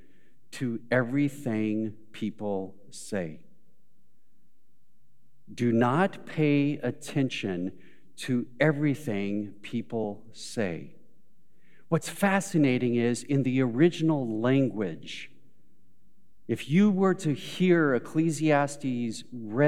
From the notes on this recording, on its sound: Recorded live at Beatitudes Church in Phoenix, AZ